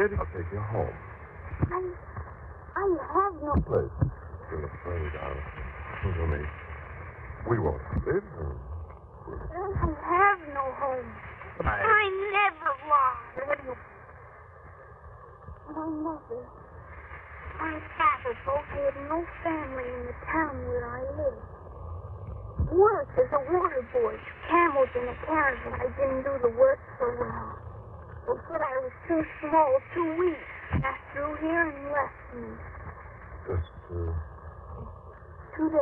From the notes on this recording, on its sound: Audio is Fair. Record noise, and muffled, but OK.